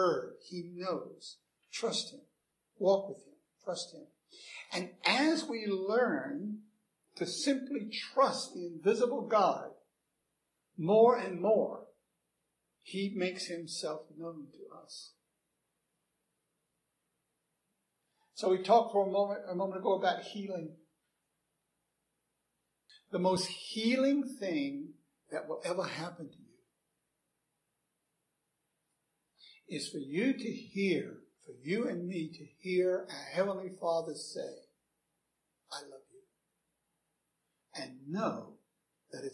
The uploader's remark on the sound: Recorded 7/24/2011 at Christ Church Anglican